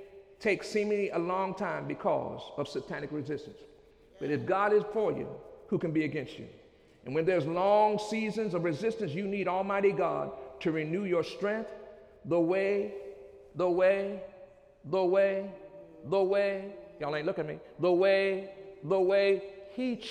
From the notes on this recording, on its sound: During Sunday morning service on July 5, 2015